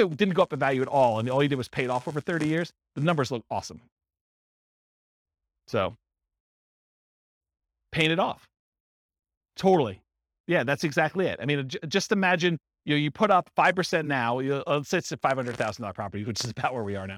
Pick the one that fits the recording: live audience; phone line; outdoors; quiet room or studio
live audience